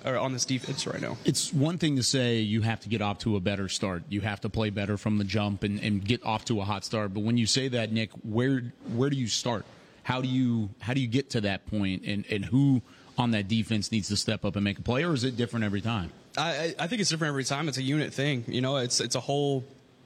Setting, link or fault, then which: setting, busy venue